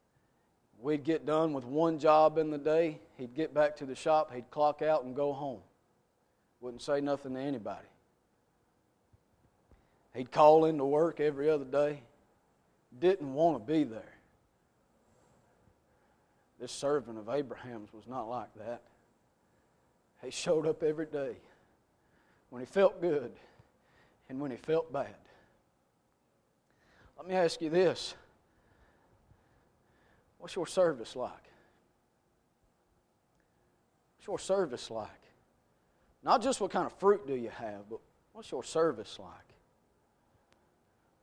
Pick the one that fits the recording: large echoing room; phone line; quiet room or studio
large echoing room